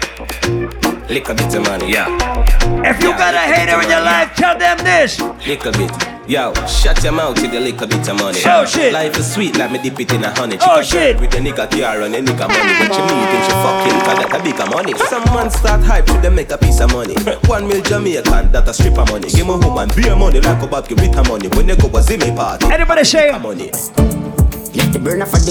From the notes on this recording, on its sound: LIVE AUDIO! Live audio recording from my set at Island Saturdays on May 7th.